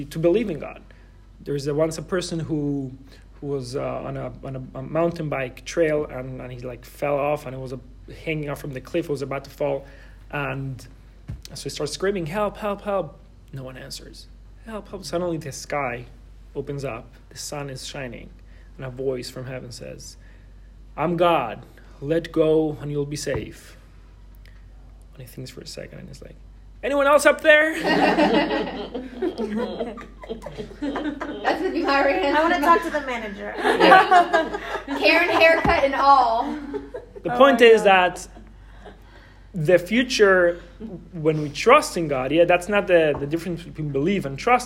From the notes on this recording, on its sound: This is a recording of the Wednesday night weekly Torah class on the JLI "How Happiness Thinks" course at YJP Atlanta.